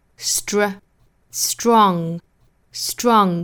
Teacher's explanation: 那前面出现了一个 s 的发音，这个时候它 tr 变成不送气的 dr